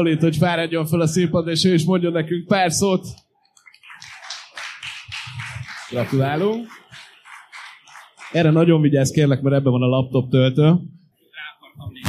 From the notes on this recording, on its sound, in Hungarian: Köszönjük, hogy ennyien itt voltatok! A harmadik évadot az élő podcastfelvétel és közönségtalálkozó nyitja meg.